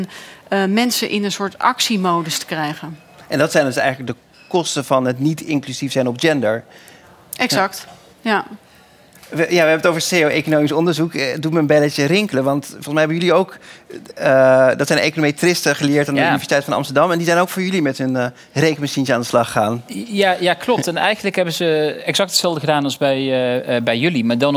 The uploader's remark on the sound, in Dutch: Voor de 55ste aflevering strijkt Money Matters neer in Circl, waar de aflevering in talkshow vorm is opgenomen.